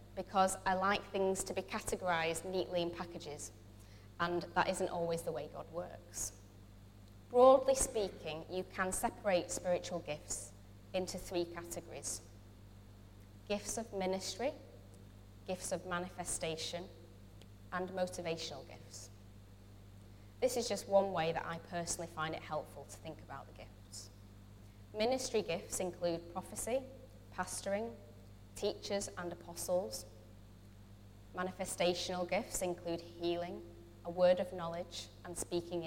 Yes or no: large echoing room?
yes